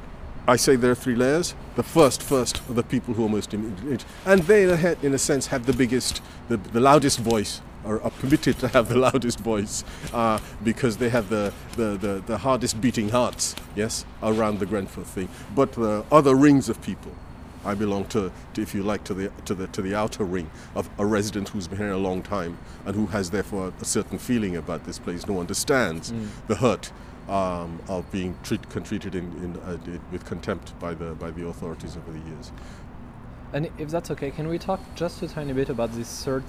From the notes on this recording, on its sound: A Political Walk in North Kensington, London.